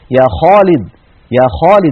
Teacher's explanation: فلا بد من تفخيم صوت الخاء عند النطق بها